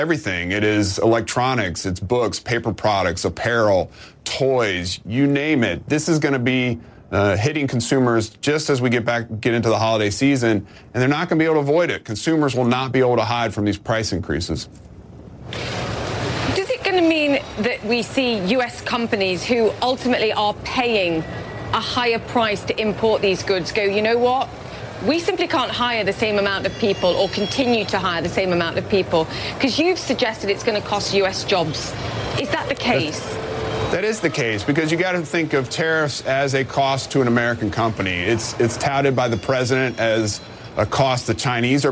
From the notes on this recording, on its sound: live from the New York Stock Exchange